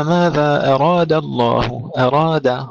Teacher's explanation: ترقيق الدال قبل الانتقال إلى لفظ الجلالة مفخم